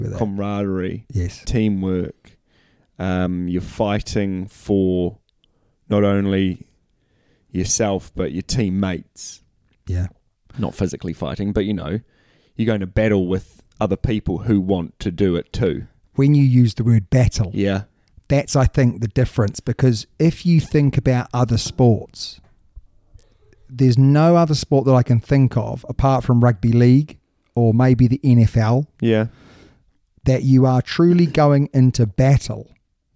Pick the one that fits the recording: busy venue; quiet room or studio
quiet room or studio